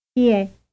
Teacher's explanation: contains two words that sound like one, with the stress on the last vowel · Term: breath group